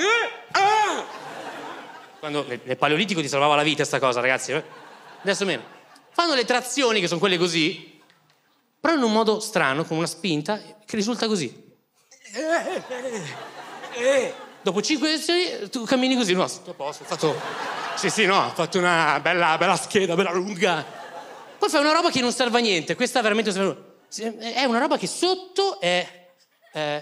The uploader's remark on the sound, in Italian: Registrato al Teatro Manzoni di Milano